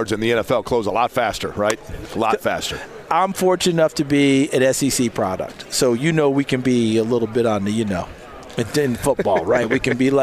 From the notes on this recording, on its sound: live from radio row at the NFL Combine